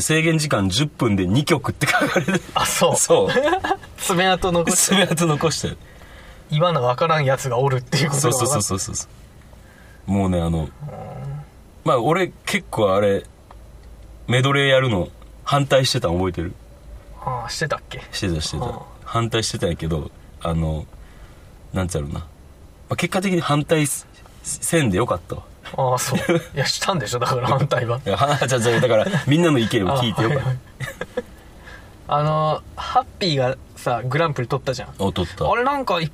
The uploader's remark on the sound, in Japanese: 灼熱の車内で録音した与太話！